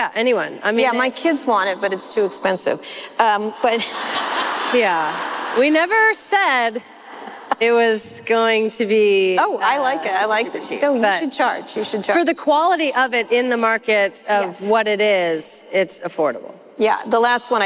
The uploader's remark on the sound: This live episode was recorded at the Massachusetts Conference For Women.